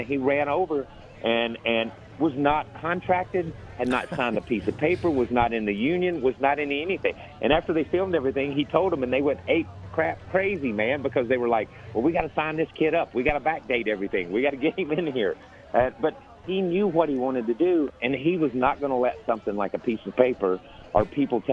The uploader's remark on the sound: LIVE FROM STURGIS